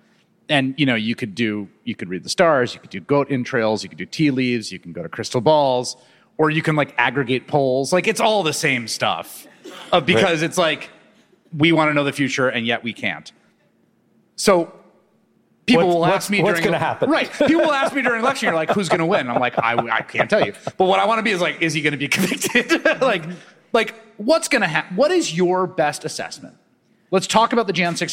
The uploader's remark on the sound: podcast tour at the Texas Tribune Festival in Austin.